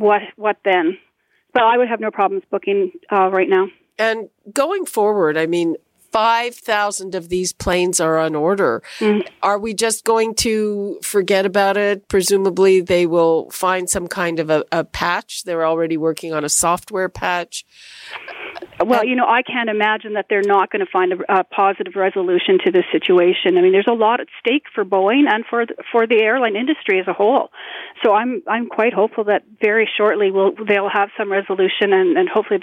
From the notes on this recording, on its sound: the best callers of the week